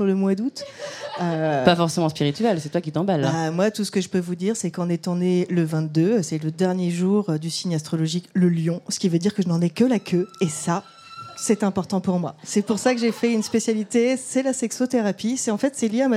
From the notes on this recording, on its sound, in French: Ce nouvel épisode a été enregistré en live lors du 2ème anniversaire de mūsae organisé au Pavillon des Canaux, en collaboration avec Lush.